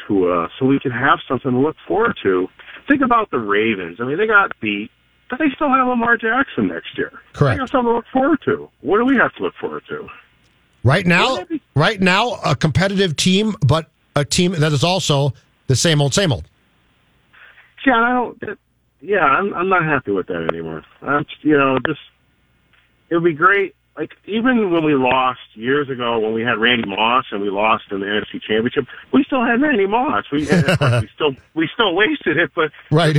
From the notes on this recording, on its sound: loyal Vikings listeners call into voice their thoughts!